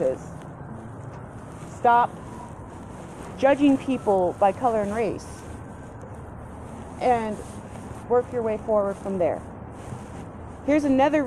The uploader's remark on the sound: I also apologize for the noise in the backround.